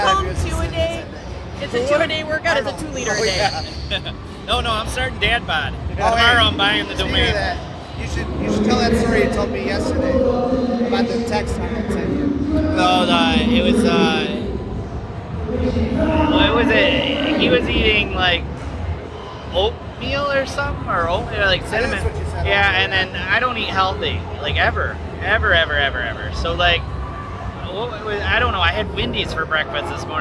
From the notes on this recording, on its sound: The Undercard and Top Rope Review Live from the Arnold Classic